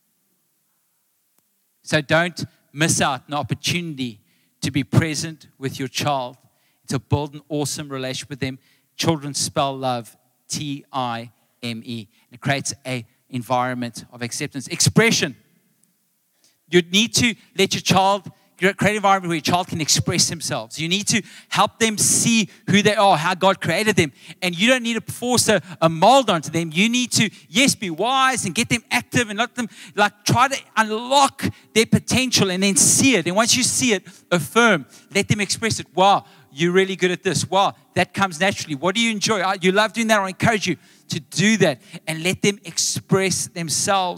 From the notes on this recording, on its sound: Recorded live on Sunday the 27th August 2023